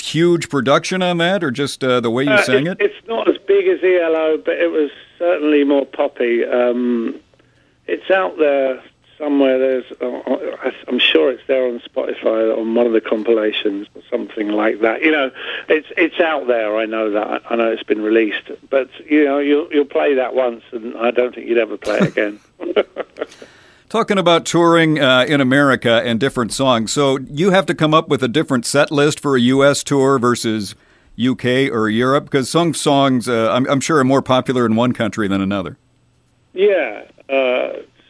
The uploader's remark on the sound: called in for a chat